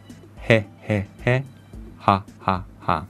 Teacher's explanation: as you can feel in the throat, it's this soft passage of air · Term: h sound